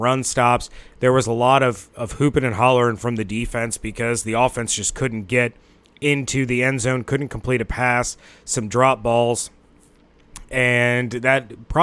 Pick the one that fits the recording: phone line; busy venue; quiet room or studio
busy venue